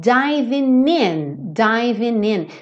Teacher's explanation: esse G do ING quase sempre não é pronunciado mesmo, certo? Então, aqui ele pega esse N que está anterior ao G e já liga no in.